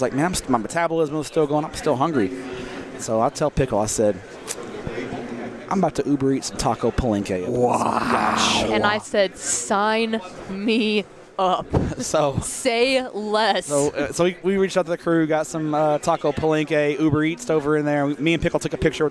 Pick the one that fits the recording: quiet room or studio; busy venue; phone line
busy venue